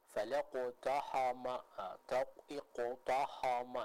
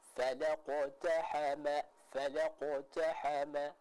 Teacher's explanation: Yang tepat kita tetap membaca huruf ta, ha, dan mim di sana dengan tipis. · Shown in: second take